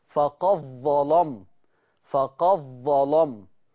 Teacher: يبقى أنا أضغمت الدال في حرف الظاء · Term: الإضغام